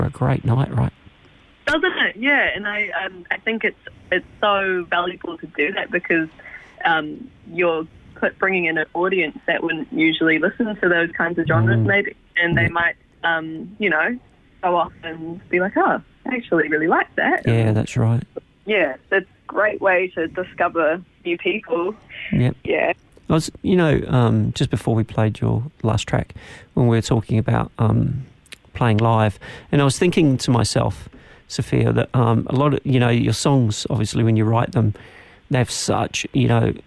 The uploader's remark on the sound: LIVE on the line to chat